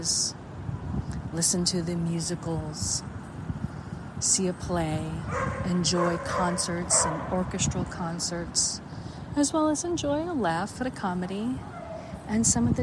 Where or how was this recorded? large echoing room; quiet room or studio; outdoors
outdoors